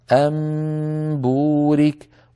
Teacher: نون ساكنة بعدها باء، نقلب النون ميما فيصير عندي ميم بعدها باء، فنخفي الميم عند الباء هكذا. أمبورك، وطول الغنة كاملة.